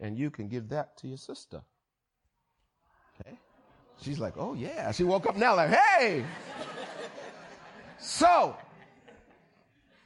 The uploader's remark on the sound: Recorded on 20160522 at the 08:30am Service.